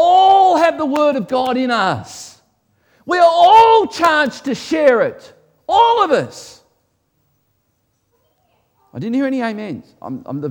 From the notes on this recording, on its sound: This was originally recorded before a Live audience